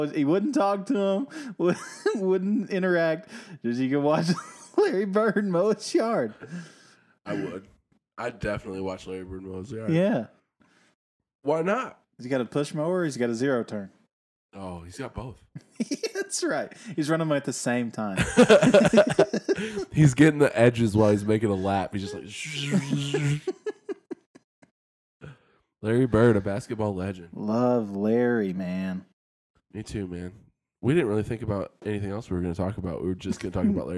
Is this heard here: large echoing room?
no